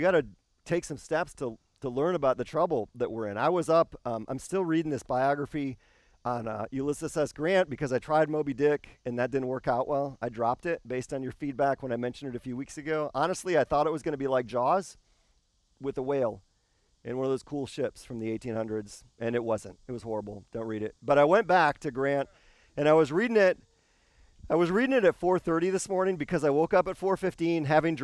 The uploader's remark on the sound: This service was filmed and recorded outside.